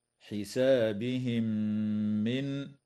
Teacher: وتدغم الميم الساكنة في الميم مع الغنة